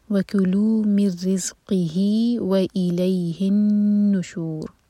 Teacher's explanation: نون پر ہے شدہ، تو نون کو ہولڈ کیا جائے گا، غنہ کریں گے دو سیکنڈس